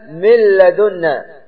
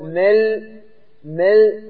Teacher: مثال اللام: من لدنا، فتقول مل مل، تنطق اللام ولا تنطق نونا، وأيضا تذهب الصفة لأنه كامل · Term: الإضغام بالكامل